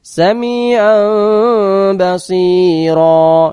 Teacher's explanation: Nun sukun bertemu ba, maka nunnya dibalik menjadi mim. Bacaan nunnya dirubah menjadi mim sukun dan berdengung selama satu alif atau dua harokat. · Term: iqlab